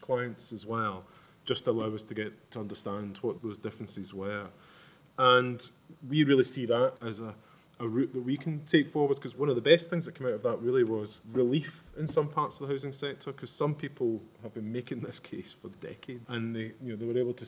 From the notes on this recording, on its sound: This special episode was recorded in front of a Live Audience at SCVO’s The Gathering event at the EICC in Edinburgh. We are joined by a panel of speakers.